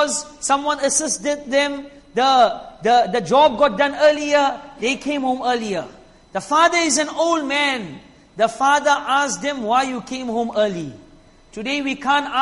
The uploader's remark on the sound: Jumuah lecture